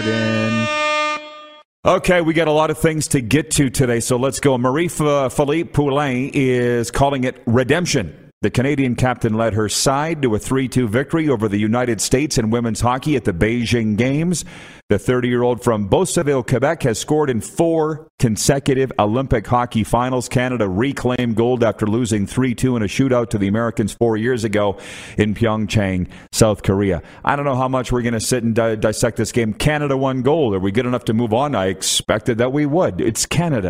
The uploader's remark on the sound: The crew is LIVE from the Grey Eagle Resort and Casino